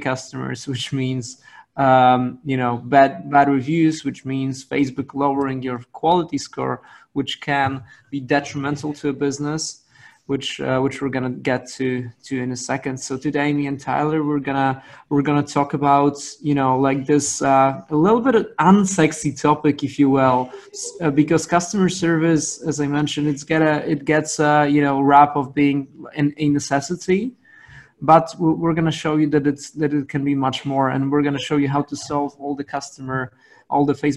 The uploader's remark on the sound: on the live webinar